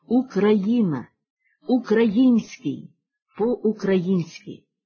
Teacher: Мимоволі чи навмисно, вкладаючи в наголос на звукові «а», окраїнне звучання. Тоді як за нормами сучасної української мови в цих словах наголос повинен ставитись тільки на «ї». І єдино правильна вимова така – «Україна», «Український», «По-українськи».